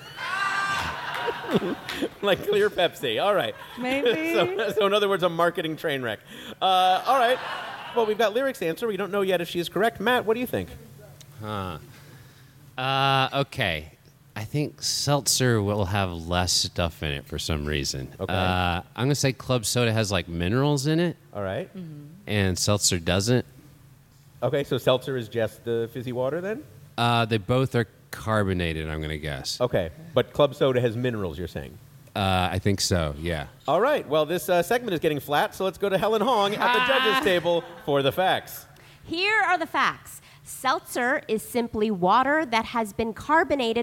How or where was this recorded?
busy venue